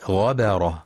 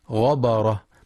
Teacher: ينتبه القارئ لترقيق باء غبرة، فلا يقرأ غبرة بتفخيم الباء · Shown in: first take